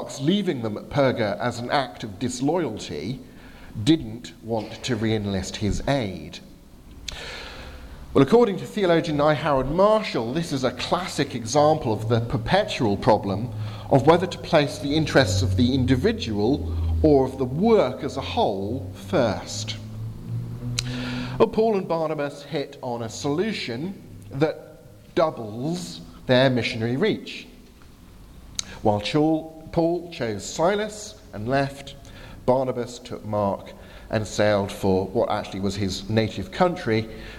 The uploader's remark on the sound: from the 11 am service at Highfield Chruch Southampton